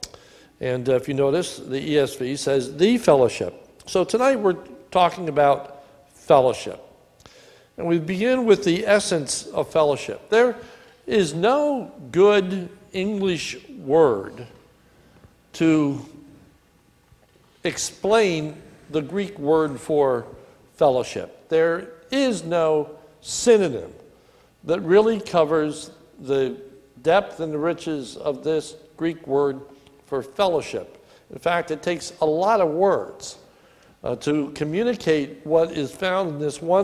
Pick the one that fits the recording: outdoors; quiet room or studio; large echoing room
large echoing room